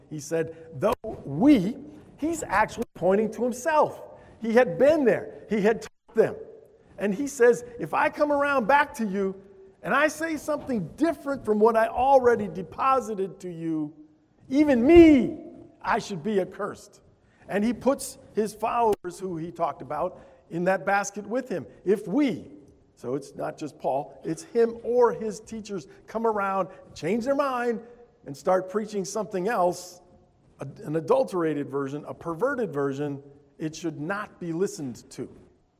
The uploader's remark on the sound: Altoona Bible Church Worship Service